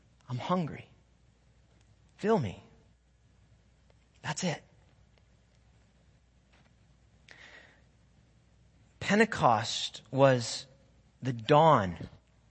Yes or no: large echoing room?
yes